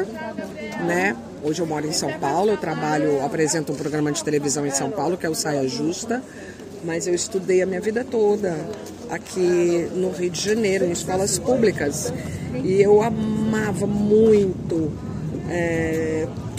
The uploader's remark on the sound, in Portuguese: Entrevistas realizadas no festival led 2023